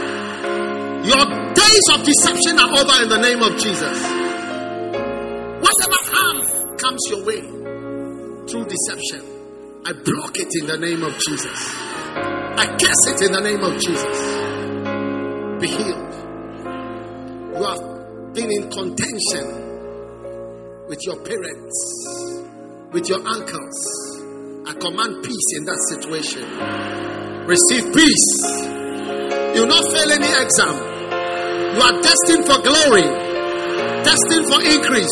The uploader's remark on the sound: Preached at the First Love Gathering Service.